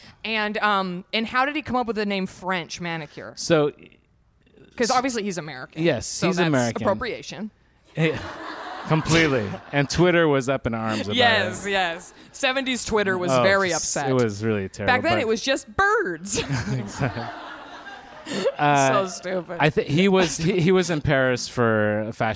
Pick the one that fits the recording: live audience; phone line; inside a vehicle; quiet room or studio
live audience